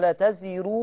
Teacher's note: ولا تزر. ما تحط ما تزوديش في الضمة، تجيبي لي واو